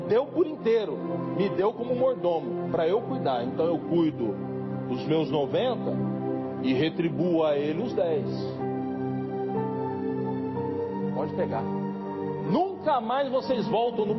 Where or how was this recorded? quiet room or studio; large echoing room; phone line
large echoing room